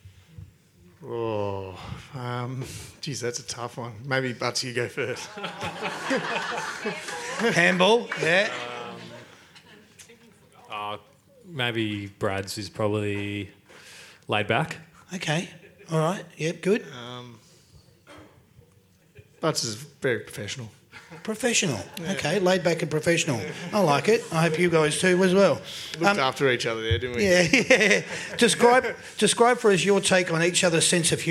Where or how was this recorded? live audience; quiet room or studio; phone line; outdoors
live audience